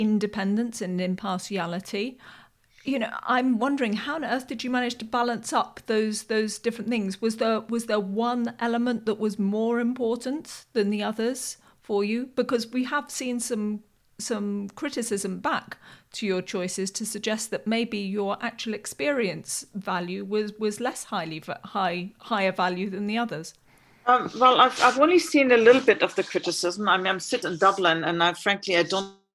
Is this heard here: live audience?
no